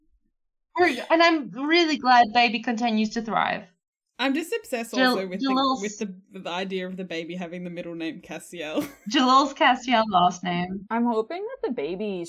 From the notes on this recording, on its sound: We've had to use some back up audio for this one, sorry for the dip in quality.